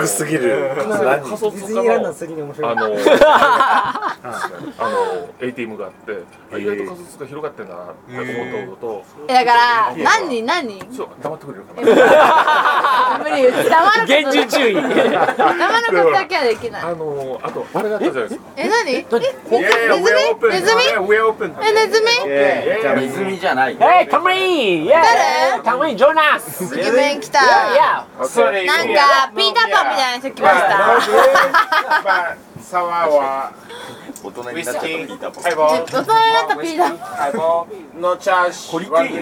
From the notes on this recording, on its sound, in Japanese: 外国人客も増えてSMOCHOらしさが戻って来た！今回の収録は、12月2日に開催したSMOCHO35で開店前から閉店まで断続的に行いました。